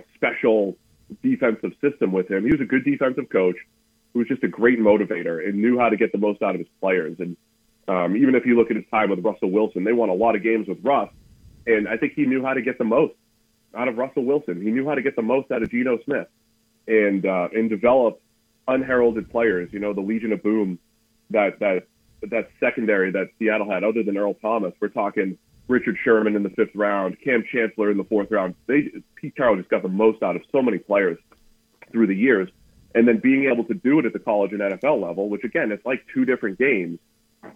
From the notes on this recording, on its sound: Joins the show on the Farm Bureau guest line talking about all of the NFL craziness live in the BankPlus Studio.